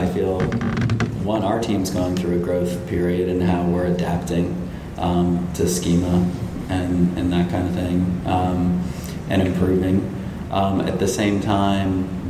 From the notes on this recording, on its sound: Live from Content Marketing World Cleveland Clinic Health Summit 2017. Live from Cleveland, this week’s episode features audio captured at the Content Marketing World Cleveland Clinic Health Summit 2017.